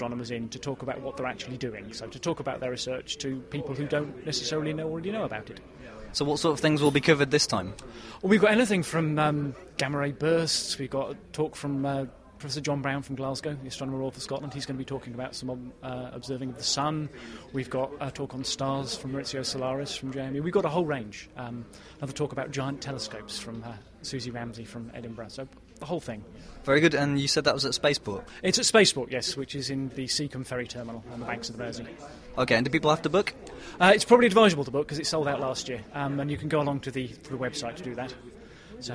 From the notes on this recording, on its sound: This month we took our brand new recording kit to Astronomy Now's Astrofest 2007 to talk to some of the exhibitors and visitors.